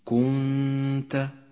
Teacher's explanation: الحكم التالي هو حكم الإخفاء في كلمة كنت، النون الساكنة جاء بعدها حرف التاء، الحكم إخفاء، الغنة هنا غنة مرققة، لأن حرف التاء الذي بعد النون حرف مرقق، والغنة تتبع ما بعدها في الترقيق والتفخيم.